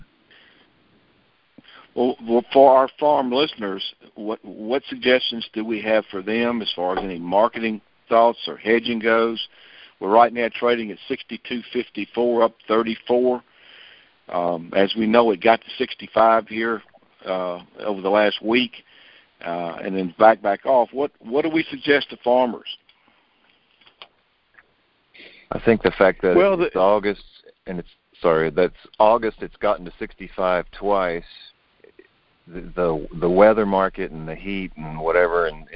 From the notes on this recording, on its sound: Monthly Conference Call